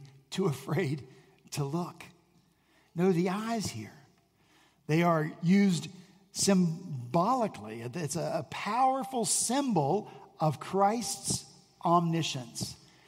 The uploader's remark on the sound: At Redeemer Presbyterian Church in Charleston, SC